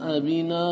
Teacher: همزة بعدها حرف مد لا تمد لورش · Term: ألف التنوين